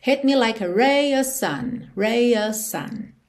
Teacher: a gente não tem of sun, a gente não ouve o V aí.